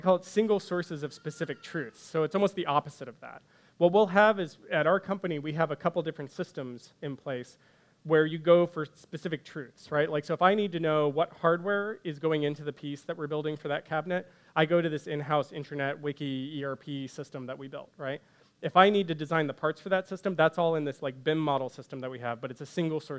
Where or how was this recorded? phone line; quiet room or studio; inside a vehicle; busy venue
busy venue